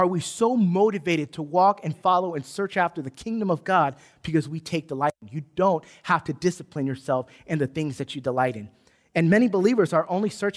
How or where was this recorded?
large echoing room